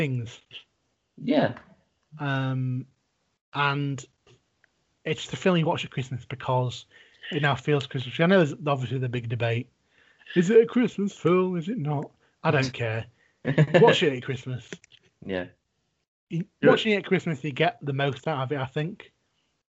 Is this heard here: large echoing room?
no